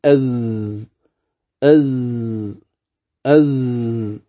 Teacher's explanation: طرف اللسان يكون قريبا من الثنايا السفلى، وأما الصوت فإنه يكون ما بين الثنايا العليا مع انفراج يعني يكون بينهما. · Term: حرف الزاي